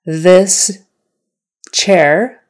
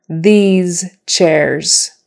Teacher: This has an is sound, short I and S, and these has a long E and Z sound.